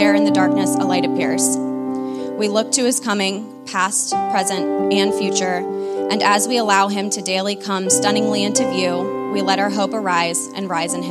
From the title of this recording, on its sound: Full Sunday Service December 3, 2023